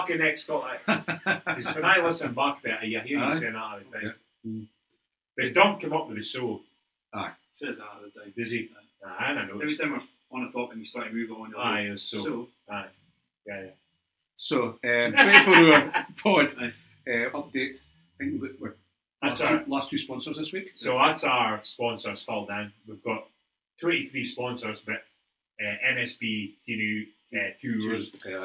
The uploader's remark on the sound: Apologies for sound